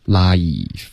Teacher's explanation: Life 是一个双元音，别发 laugh